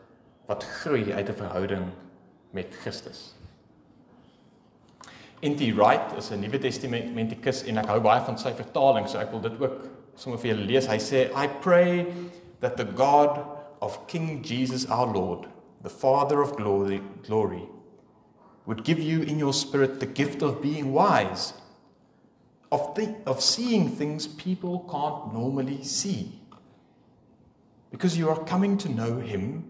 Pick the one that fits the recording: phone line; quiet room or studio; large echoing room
large echoing room